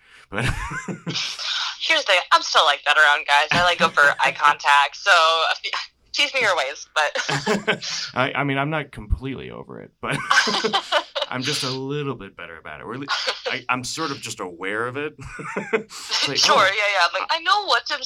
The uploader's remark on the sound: via telephone communicator device